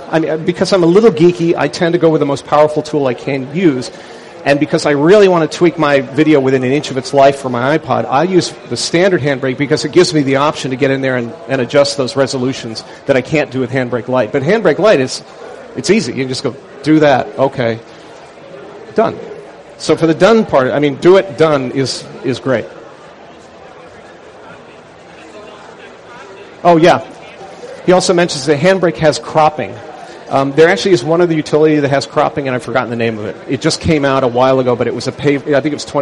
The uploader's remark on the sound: Mac 911 at Macworld Expo 2006. Session at the Macworld Expo Live booth.